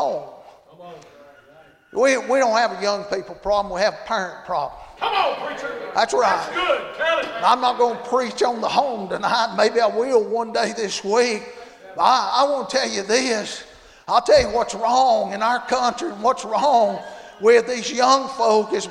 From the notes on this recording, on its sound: Monday Evening service at Calvary Baptist